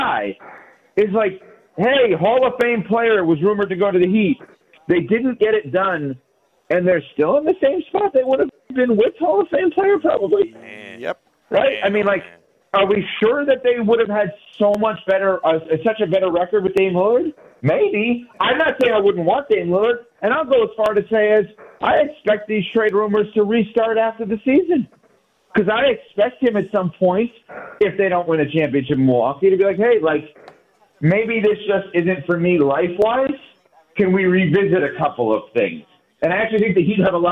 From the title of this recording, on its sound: LIVE from the Cognizant Classic in the Palm Beaches!